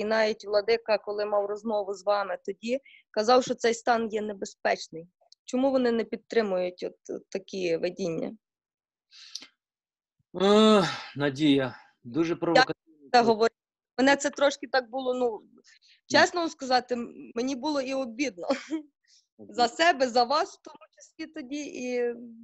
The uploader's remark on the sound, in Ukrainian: Zoom зустріч